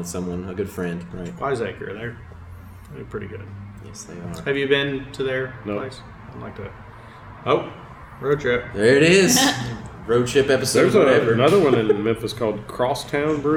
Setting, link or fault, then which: fault, background noise